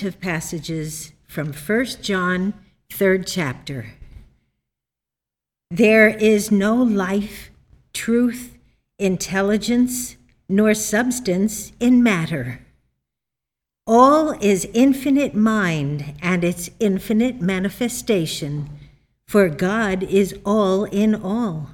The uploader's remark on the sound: The Sunday service audio from October 10th, 2021